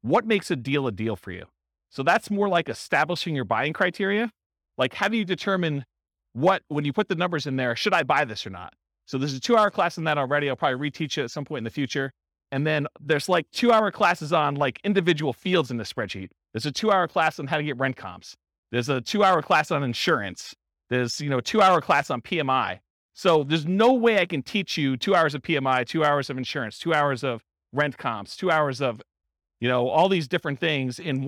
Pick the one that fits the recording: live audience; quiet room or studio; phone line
live audience